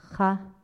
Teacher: Kha is released from the back of the throat.